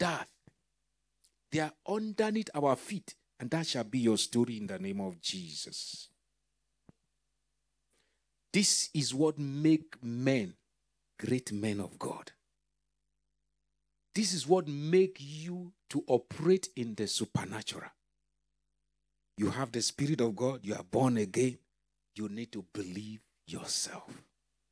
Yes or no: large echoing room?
yes